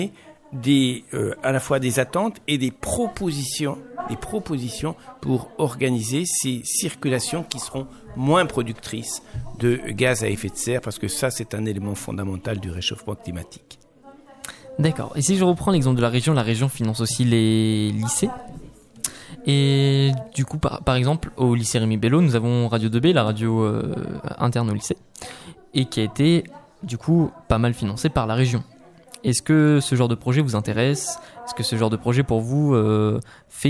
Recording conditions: busy venue